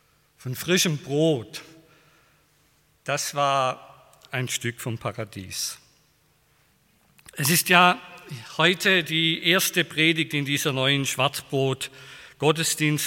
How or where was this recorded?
large echoing room